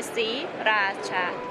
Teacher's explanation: Spelled S R I R A C H A, but the first R is silent, so it's pronounced Sriracha but in the United States, you will hear it more commonly referred to as sriracha. You omit the R. You just say sriracha. Three very distinct syllables.